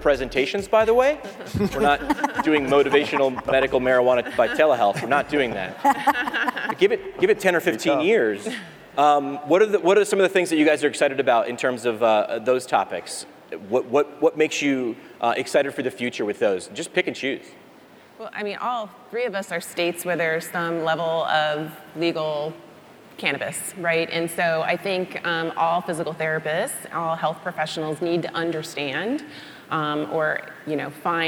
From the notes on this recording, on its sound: Tri-State PT Conference Keynote LIVE in Las Vegas. As I warm the crowd up, it was 8am on a Saturday in Vegas...